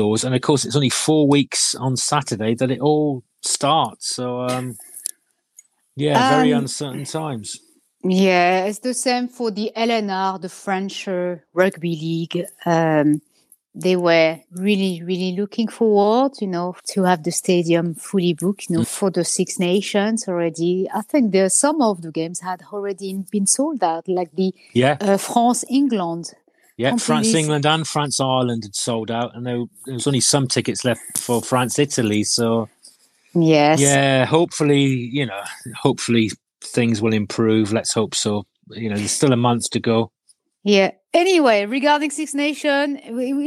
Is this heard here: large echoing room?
no